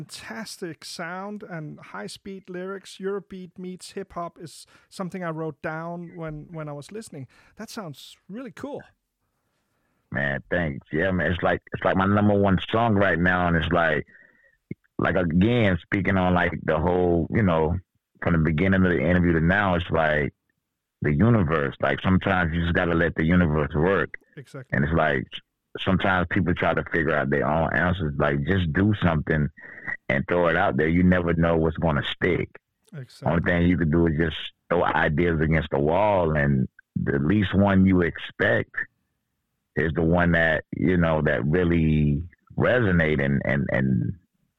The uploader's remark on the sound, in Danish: Interviewet er på Engelsk optaget 25 aug 2023 på en sketchy telefon line